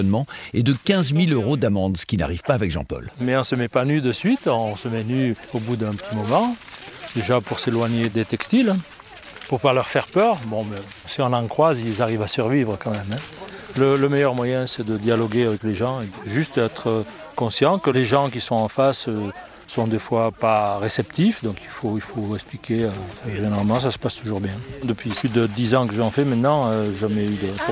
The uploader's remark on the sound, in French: Un audiotour du Mercantour, une marche avec les Randonneurs Nues de Provence. Une rencontre dans la montagne avec le gardien de la Mourra.